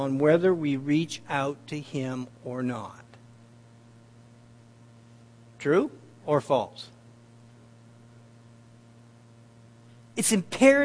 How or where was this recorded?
large echoing room